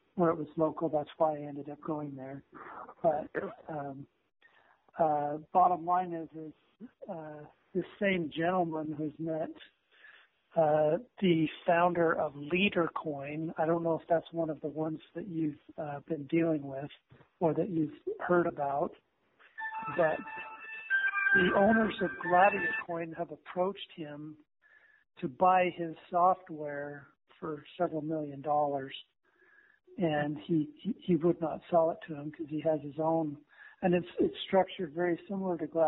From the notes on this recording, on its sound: Conference call.